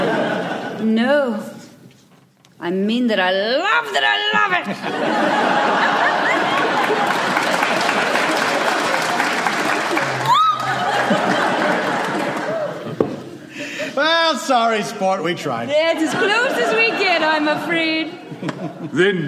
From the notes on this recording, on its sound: Recorded Live 5/23/2015 at the Opera House in Wellington, New Zealand.